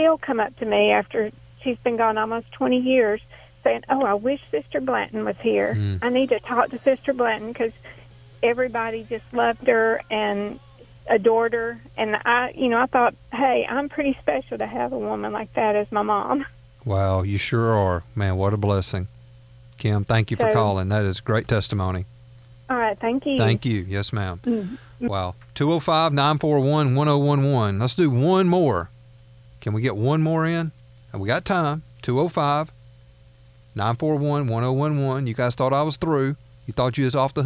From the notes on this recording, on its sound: taking listener phone calls